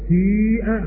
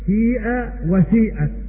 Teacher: وكما ذكرت الإسمام لغة أهل نزد، والكسر الخالق لغة أهل الحجاز، وذلك لأن الفعل الأجرف مثل قال وساء وحال وغاض، الفعل الأجرف حينما يبنى للمفعول فيه ثلاث لغات: الكسر الخالص وقلب الألف ياء، والإسمام ومعناه خلط صوت الضمة بصوت الكسرة